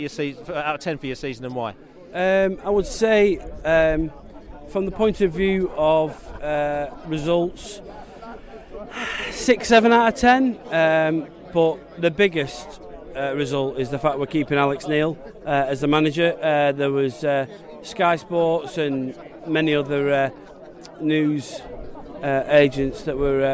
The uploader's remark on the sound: post-match podcast from the pub